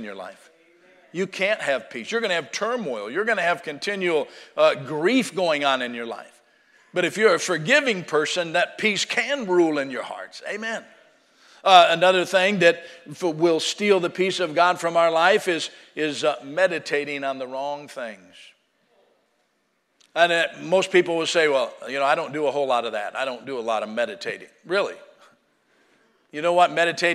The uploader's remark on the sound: Sunday Morning Service